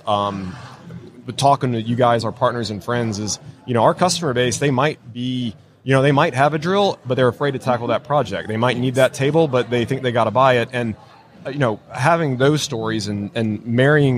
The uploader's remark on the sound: LIVE from WORKBENCHcon 2022